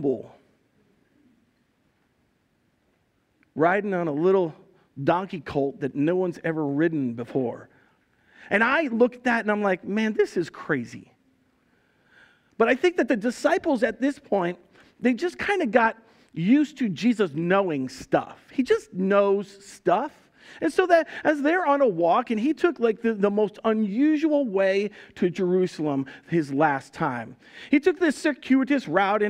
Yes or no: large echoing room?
yes